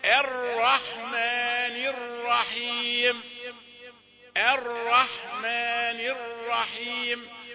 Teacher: تبدأ همزة رقيقة الرحمن الرحيم